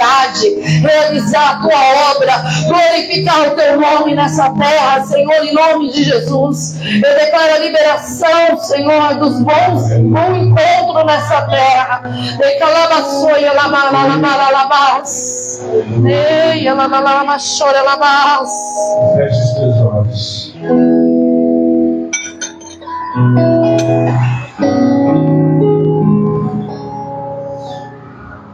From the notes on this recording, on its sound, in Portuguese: Na Igreja Desfrutar do Amor de Deus em São Paulo.